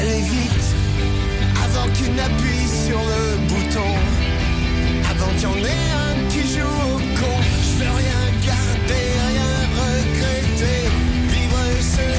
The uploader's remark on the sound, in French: En direct de Saint-Dizier, au village départ du 10ème Marathon du Lac du Der